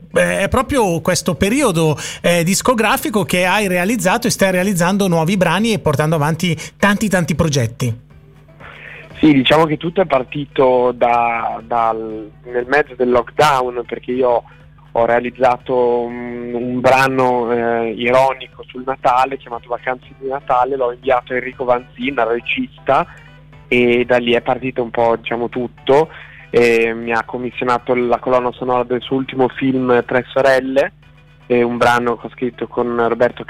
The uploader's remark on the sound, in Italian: INTERVISTA TELEFONICA